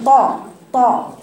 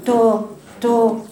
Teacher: اللي قال شيطا تا تا، الطا مش تا، مش بفاش إشمام. الطاء حرف مطبق مستعلى، يعني يعني صوت هتلاقيه كله عن فوق، عن السقف · Shown in: first take